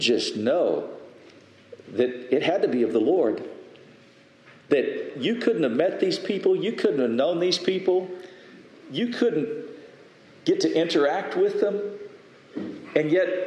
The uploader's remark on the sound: Message delivered Sunday, April 30, 2023 at Mt Carmel Primitive Baptist Church, Bel Air